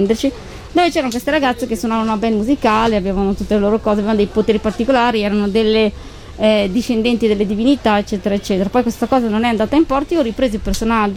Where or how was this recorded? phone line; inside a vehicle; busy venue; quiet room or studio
busy venue